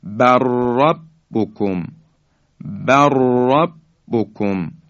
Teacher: لام ساکن حذف میشه، را در حقیقت مشدد بیان میشه به این شکل، بر ربکم، بر ربکم، لام ساکن در را ادغام میشه.